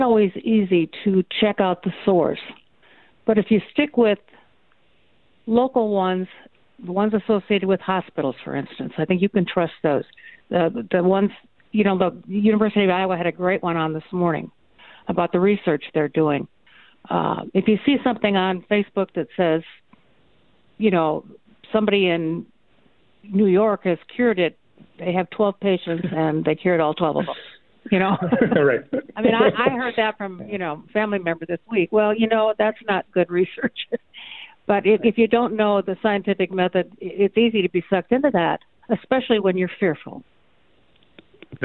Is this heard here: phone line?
yes